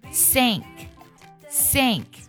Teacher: 感觉气流呢从你的上齿和下齿中间的齿缝呢给呲出来那种感觉 · Term: 摩擦音